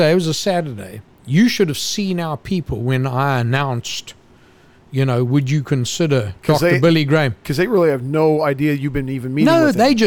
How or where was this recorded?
busy venue